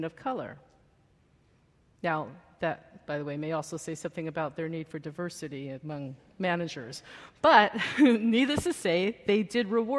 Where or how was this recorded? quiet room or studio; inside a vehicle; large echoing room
large echoing room